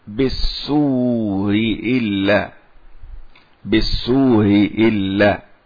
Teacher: همزتان متفقتان، سيسهل الهمزة الأولى، مفروض أن يقول بالسوء إلا، بالسوء إلا، لكن فيها أيضا أن يبدلها الهمزة الأولى بالسو، بالسو، واو بالسو، ويدغمها بالسو إلا، أبدلت، أبدلها واوا ثم أدغمها بالسو إلا، أبدلت وأدغمت، هذه كلمة مخصوصة.